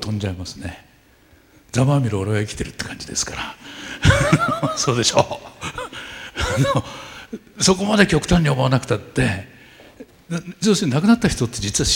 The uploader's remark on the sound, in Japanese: １回限りの公開授業。TOKYO FM ホール。